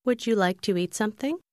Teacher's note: hai từ would you phát âm liền nhau trong khi người ta nói nhanh, biến thành một âm gần giống như you